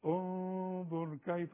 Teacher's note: وكلمة انظر الغنة اشبعيها